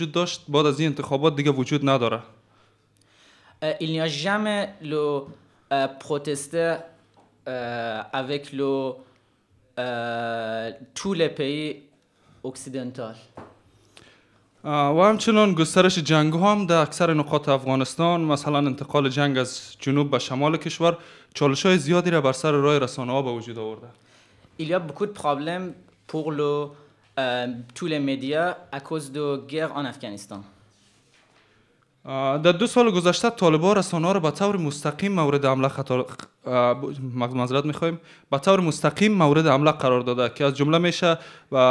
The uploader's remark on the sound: You will also hear the hasard of a live show